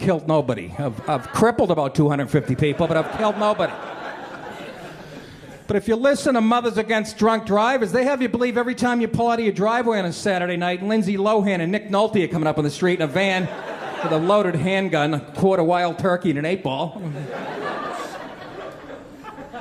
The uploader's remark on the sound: Stand Up Comedy Live Gotham Comedy Club